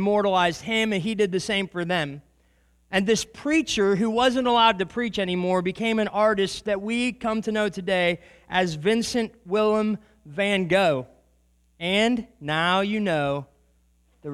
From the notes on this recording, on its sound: This is a recording of a sermon. At the Church of Christ at Treaty.